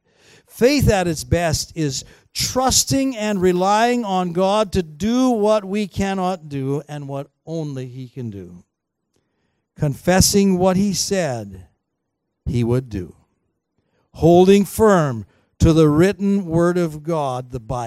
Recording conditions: large echoing room